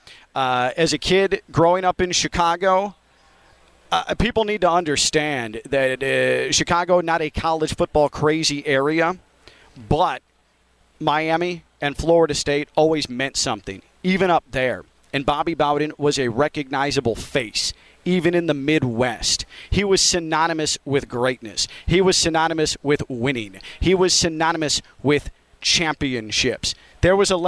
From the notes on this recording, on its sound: Live from Big Ten Media Day at Lucas Oil Stadium in Indianapolis